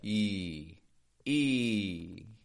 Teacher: We've got to make that sound fade away with the Y glide. E. Instead of just an E.